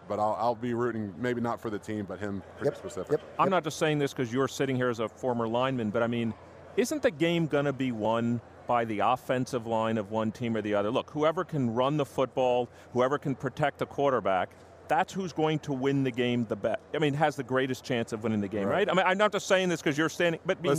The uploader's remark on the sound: live from Radio Row at Super Bowl LIII